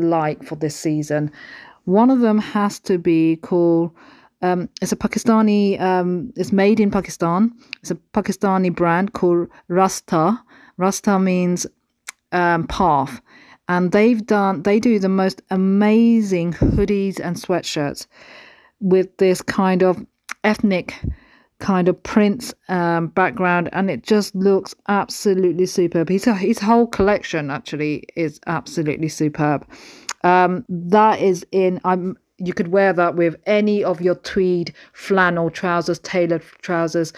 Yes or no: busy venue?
no